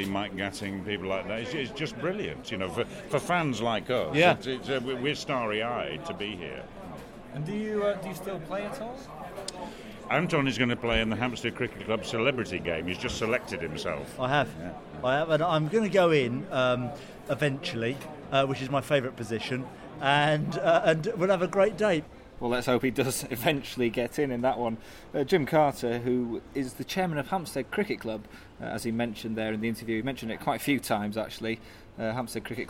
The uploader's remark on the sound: At the Lord's Test match. Interviews recorded during the Test match.